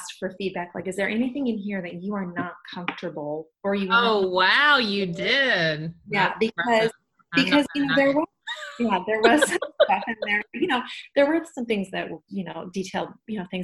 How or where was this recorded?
video call